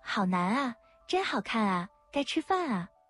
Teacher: 第三种情况，前面的字以 n 结尾，啊读成哪,na · Term: 语流音变